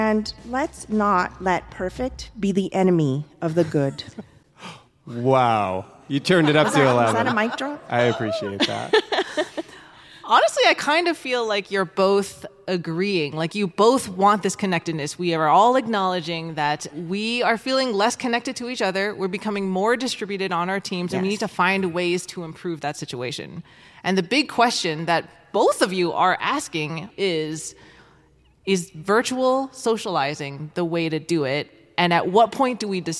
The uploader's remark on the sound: For our first ever live show, recorded at Atlassian's Team '23 conference in Vegas. Took to the stage to debate this thorny topic.